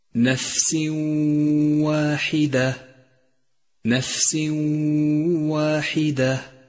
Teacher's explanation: أدخل التنوين في الواو وقف عند الواو بغنة زمنها حركتان · Term: الإدغام